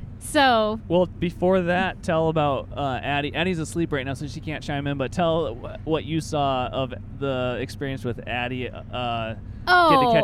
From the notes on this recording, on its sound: Driving home from some real good fishing' on the Russian River. We are passing through Cooper Landing on the Kenai Peninsula.